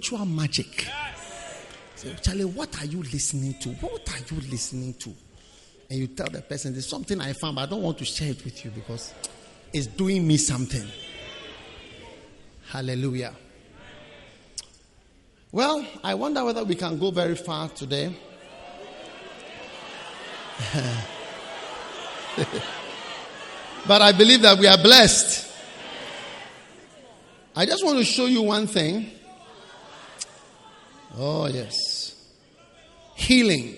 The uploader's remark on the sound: Preached at the Prophetic Encounter Service.